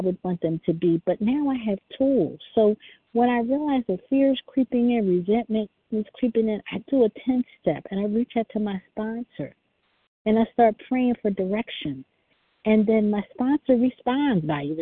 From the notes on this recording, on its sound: 100 Pounders Phone Meeting, 8/4/23